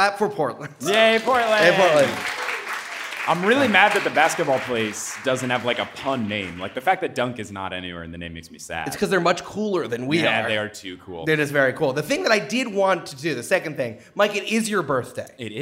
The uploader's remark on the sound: Live From Listen Up Portland